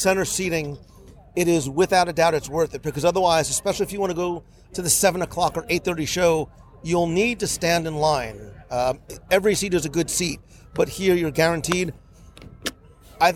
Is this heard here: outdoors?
yes